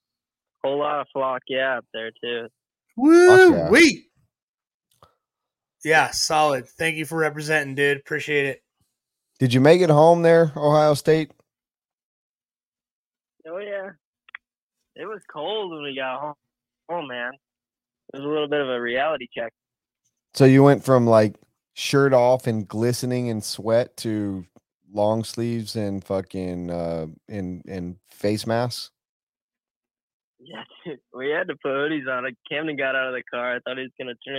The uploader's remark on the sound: Great call in's from guests and rc celebs.